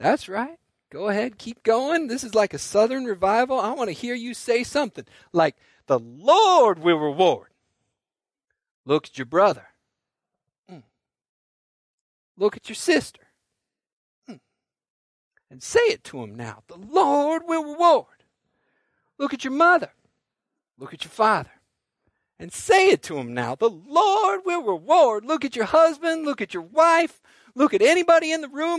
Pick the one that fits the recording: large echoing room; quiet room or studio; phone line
large echoing room